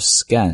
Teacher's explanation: s 音后面的清辅音，在这里呢不做呼气啊